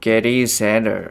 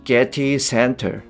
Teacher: 結構 t の音をですね、アメリカ英語っぽく読んでるかなと思います · Shown in: first take · 例えば、まあ、えー、本当だったらその Getty Center なんですけれども、えー、ゲリー・センダーみたいな感じでちょっと読んでいると。であのポイントとしてはですねあの同じ人がこの一連の文章を読んでるのに、えー、最初は何でしょうねこう「ゲリー・センダー」っていうふうに読んでいるのにそのうちにこう「ゲティ・センター」みたいな感じのこの t をはっきりと読むっ